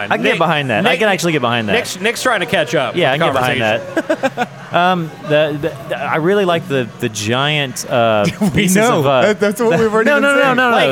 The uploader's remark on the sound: recorded at Rocky Mountain Pizza in Atlanta, GA!